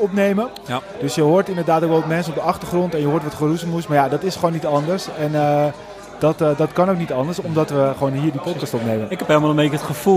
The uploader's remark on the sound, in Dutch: Vandaag zitten we niet voor de tv, maar zijn we live aanwezig in de koers en we doen het luxe, want we zitten in een VIP wagen bij de finish van de proloog van de Ronde van Noord-Holland.